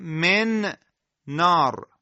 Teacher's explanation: مثلا در ادغام دو کلمه من نار، در من نون ساکنه به حرف نون متحرک کلمه بعدی رسیده